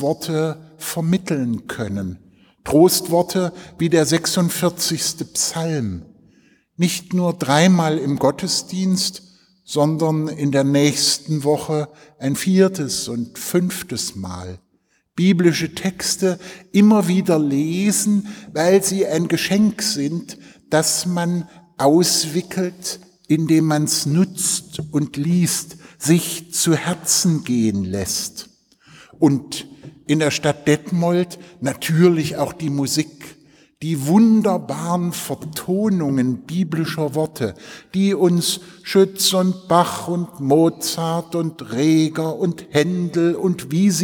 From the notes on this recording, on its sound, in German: im Zentralenreformationsfestgottesdienst in der Detmoler Martin-Luhter-Kirche